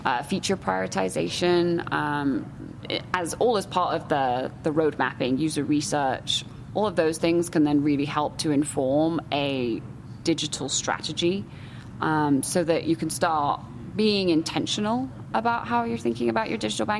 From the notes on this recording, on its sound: LIVE FROM MONEY 20/20. In a series of podcasts taped live at Money 2020 in Las Vegas.